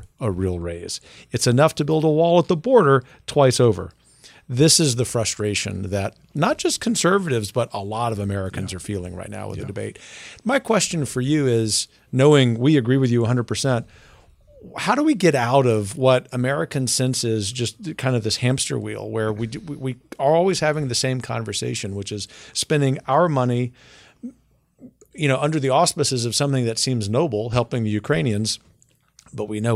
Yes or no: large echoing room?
no